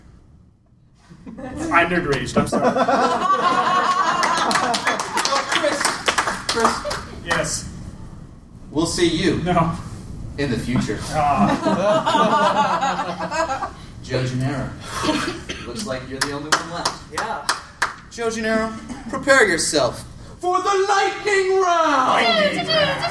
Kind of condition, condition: setting, live audience